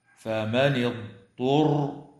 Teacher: يراعى كسر النون وصلا في قوله تعالى: فمن اضطر في رواية حفص عن عاصم، ويراعى أيضا قراءة كلمة اضطر بضاد ساكنة ليست مقلقلة وبعدها طاء مضمومة مخففة، فمن الخطأ القراءة بإدغام الضاد في الطاء كما يفعل بعض المبتدئين خطأ فيقول: فمن اضطر غير باغ، وهذا خطأ.